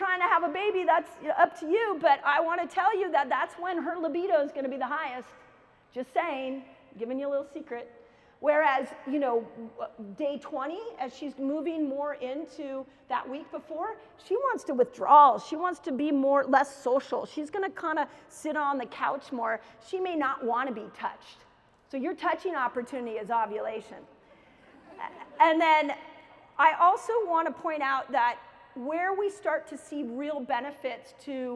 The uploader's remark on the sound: keynote lecture at KetoCon 2022